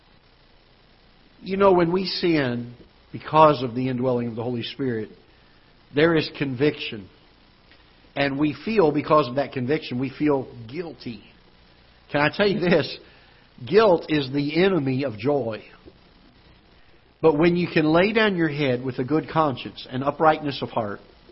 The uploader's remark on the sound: Ketha Heights Baptist Church ~ Live Broadcast